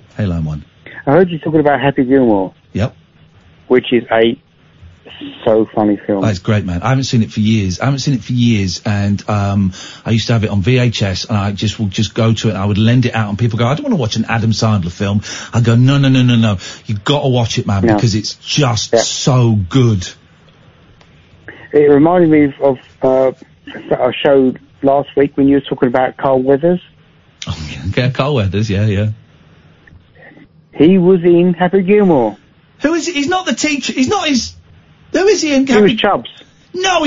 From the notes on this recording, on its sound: 3 hours of calls straight to air but the phones break again